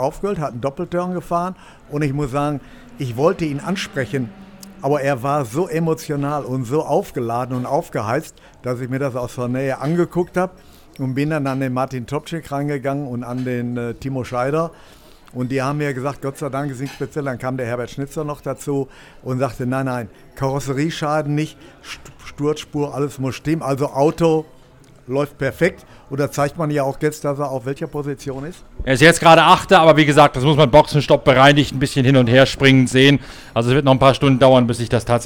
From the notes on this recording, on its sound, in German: live in der Box von Schnabl Engineering